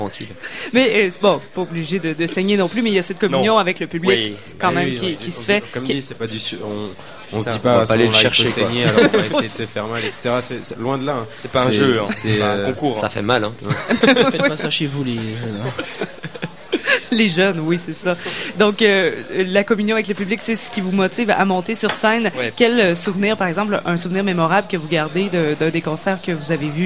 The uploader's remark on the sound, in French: Au Festival d'été de Québec, sur les ondes de CKRL 89,1 en direct du bar La Sacrilège.